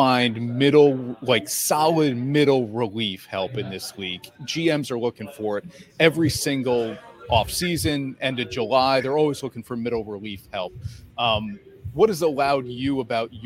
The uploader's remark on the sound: LIVE from Alpin Haus with a first look at the brand new showroom in Amsterdam.